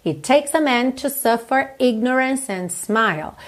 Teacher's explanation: It takes a man. It takes, você junta, claro, num T só